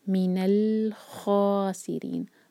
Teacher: خا دو حرکہ، مد طبیعی. خاسرین، را کے نیچے کسرا ہے، را کو باریک پڑھنا ہے، اور نون ساکن کریں گے تو یہاں پر یہ بنے گا مد عارض للسکون.